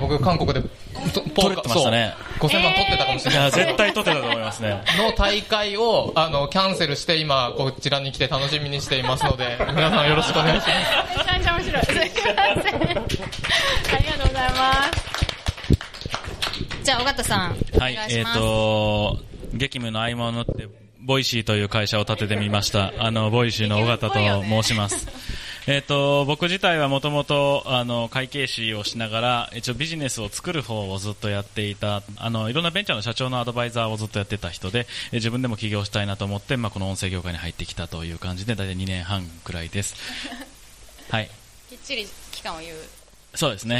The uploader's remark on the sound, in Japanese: コルクラボ文化祭公開収録。